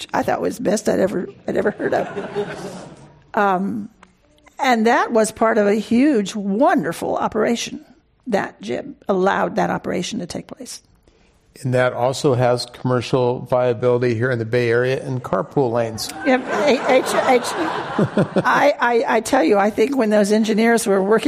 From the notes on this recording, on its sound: This program was recorded in front of a live audience at The Commonwealth Club of California in San Francisco.